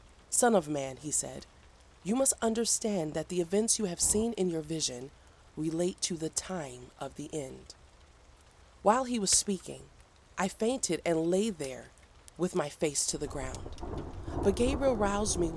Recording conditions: sounds in the background